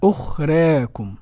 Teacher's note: التقليل بين الفتح الخالص وبين الإمالة